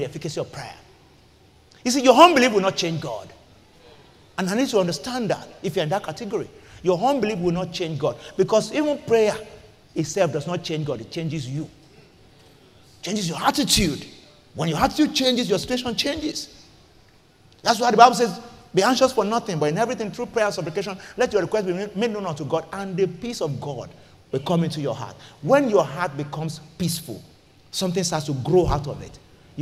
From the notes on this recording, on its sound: The church is based in Nigeria with multiple expressions in Lagos. Venue: PISTIS Conference Centre, Jakande, Lekki, Lagos.